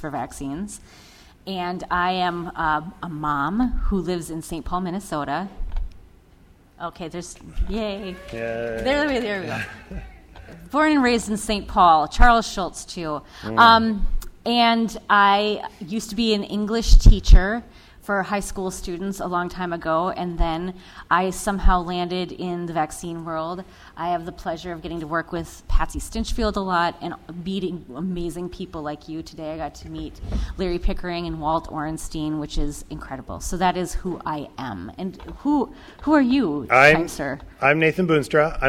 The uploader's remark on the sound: Live at NFID. Traveled to Bethesda, MD to record a live episode at NFID's Vaccinology Course.